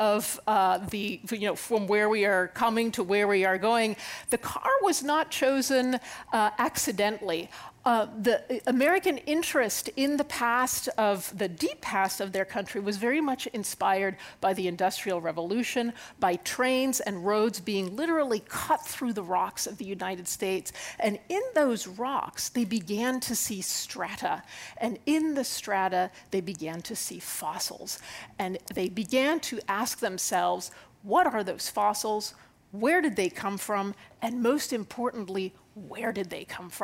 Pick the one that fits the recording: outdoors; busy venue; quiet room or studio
busy venue